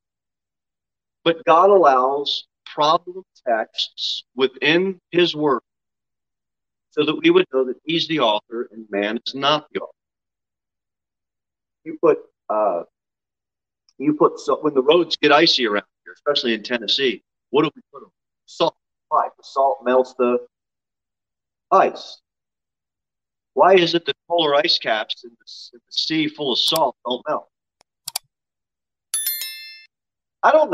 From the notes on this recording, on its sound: Sermon delivered at Pilgrim Baptist Church on Sunday, August 14, 2022 at 6:15 pm.